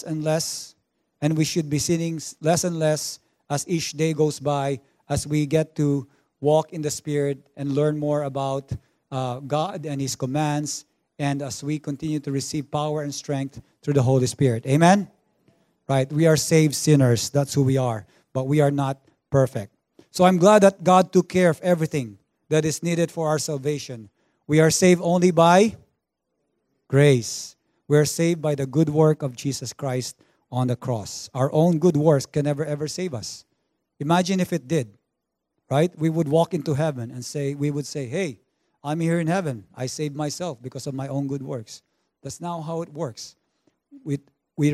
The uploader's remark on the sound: Recorded on January 5, 2020 at THRIVE Church Vancouver, Canada